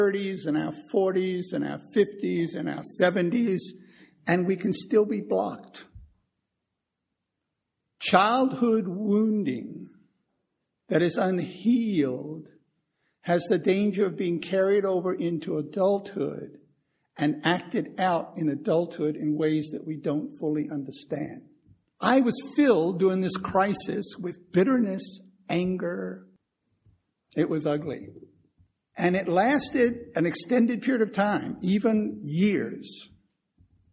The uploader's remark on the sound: Recorded 1/11/2015 at Christ Church Anglican